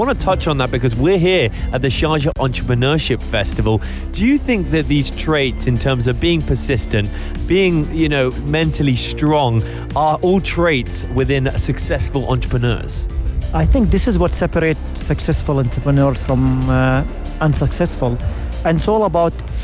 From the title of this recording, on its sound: Live from SEF 2024